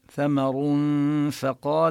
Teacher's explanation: حرف الثاء المفتوح. وكان له ثمر فقال، حكم التنوين هنا الإخفاء، ننتقل من ضم الراء ثمر ونبقي الغنة لأن الإخفاء فيه غنة، وننتقل إلى مخرج الفاء